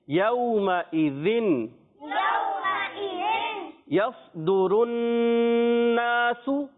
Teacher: زال کو واضح کریں گے یہاں پر زال زا سے نہ بدلے